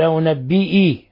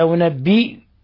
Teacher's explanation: قوله تعالى قل أأنبئكم، أأنبئكم، هنا ينبغي الإنسان أن يحترز من كسر الهمزة الأولى، يقول أأنبئي وإنما هي أأنبئيكم، يعني الهمزة بعد الباء، بعد الباء ينبغي أن تخلص كسرها · Shown in: second take